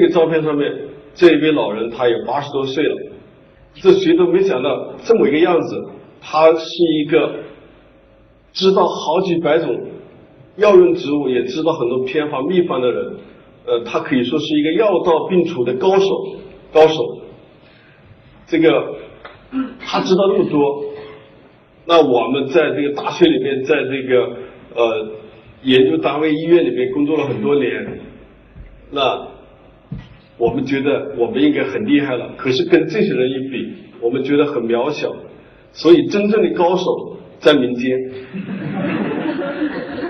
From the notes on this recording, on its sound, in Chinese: 一席现场分享